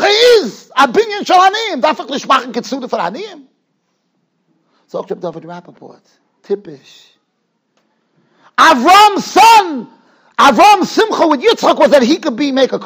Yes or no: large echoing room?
yes